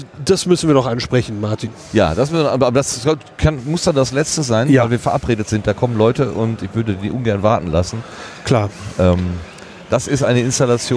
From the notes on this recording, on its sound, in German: 35C3 – Rundgang. Aber vielleicht schaffen wir es dennoch, mit unseren Impressionen etwas vom Flair der Veranstaltung zu vermitteln.